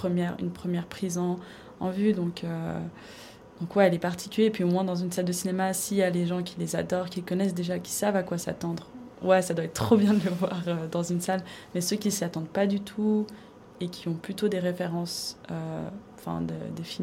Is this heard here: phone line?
no